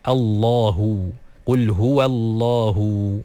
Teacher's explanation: Qul huwa, qul huwa, masuk pada nama Allah, qul huwallahu. Jadi nama Allah SWT pun perlu disebut dengan cara yang betul, dengan huruf lam yang ditaglidhkan, yang ditebalkan.